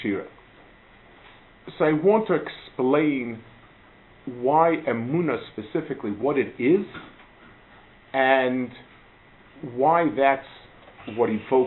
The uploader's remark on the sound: Delivered at Gush